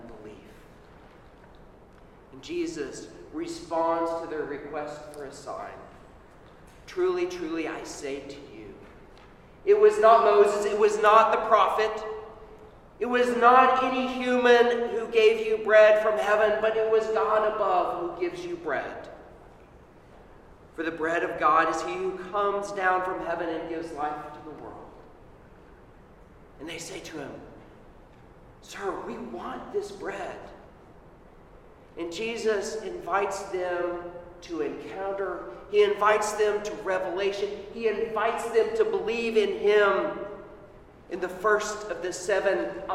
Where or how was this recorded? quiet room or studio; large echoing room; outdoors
large echoing room